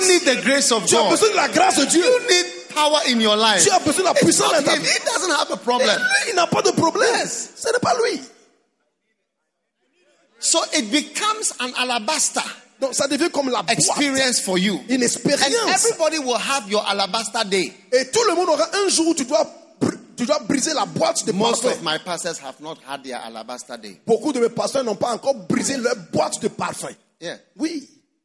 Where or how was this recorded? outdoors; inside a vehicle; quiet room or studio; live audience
live audience